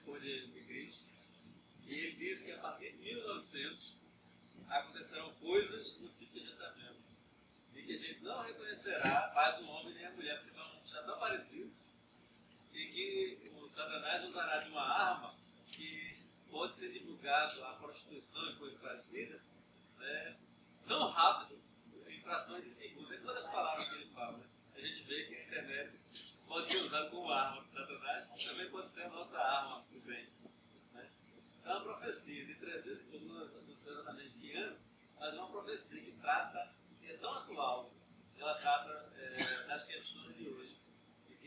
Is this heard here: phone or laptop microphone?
yes